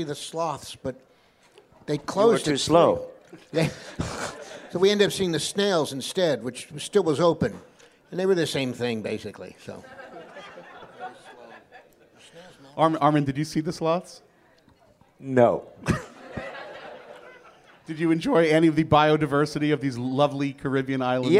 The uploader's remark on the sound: a live taping of Engage from Star Trek: The Cruise 2018